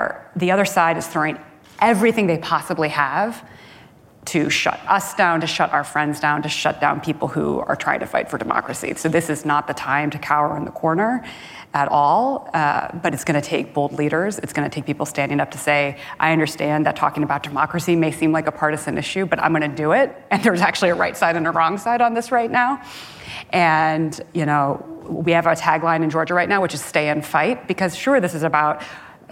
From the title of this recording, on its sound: Live at Code 2019